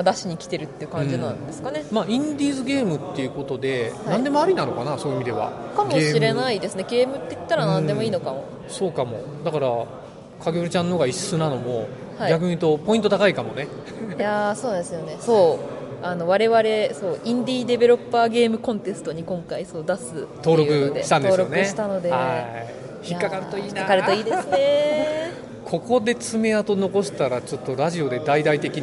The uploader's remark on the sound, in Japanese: 海外ゲームショー遠征スロバキア編。GameDays初日。会場のライブ収録のため、雑音が多く音声が聞こえにくい箇所が多々あります。